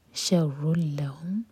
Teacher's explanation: را کی تنوین کے بعد لام تو ادغام بغیر غنہ کے